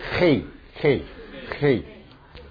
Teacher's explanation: 黑是黑，很重的喉咙音，黑黑黑。其实它的发音就是像德文的 ch